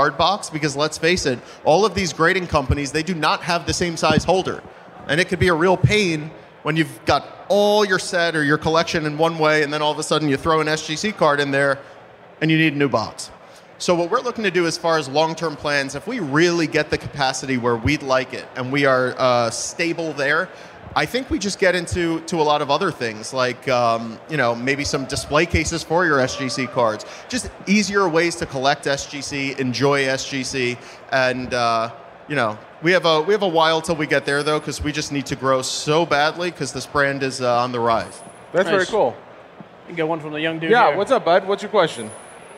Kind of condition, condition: setting, busy venue